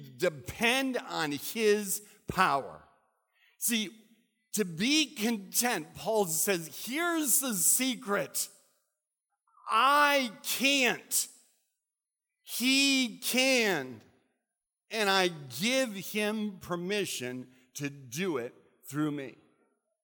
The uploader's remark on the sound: recorded at Central: A Christ-Centered Church on 12/27/15.